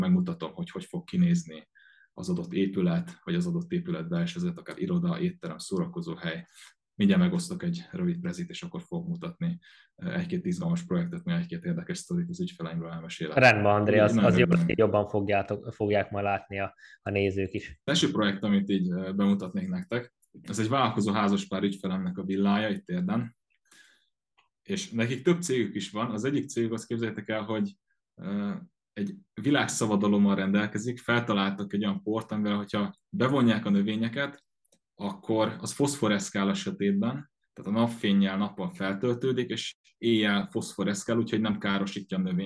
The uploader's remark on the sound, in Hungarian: Az interjút ONLINE rögzítettük.